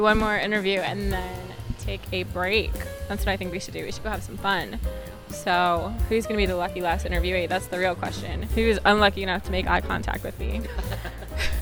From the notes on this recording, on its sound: Live from SIOP. IO-on-the-street interviews at SIOP 2022, live from Seattle, Washington!